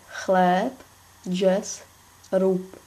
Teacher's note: Znělé hlásky se vysloví neznělé na konci slova